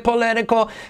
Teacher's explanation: If you want to save the English, si quieres salvar el inglés, haz la I como una E, political. La T como una R suave